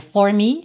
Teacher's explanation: No inglês falado, geralmente a gente diria for me, esse for com R enrolado